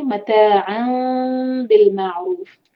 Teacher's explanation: नून का साउंड जब मीम में चेंज होता है तो ये होता है इखलाब, तो मतान चेंज हुआ और मतान इन मीम के बाद जब बा आ रही है तो हम मीम का साउंड को छुपाएंगे, तो ये है मीम का इख्फा शफवी, तो हम कहेंगे मतान बिल मारूफ।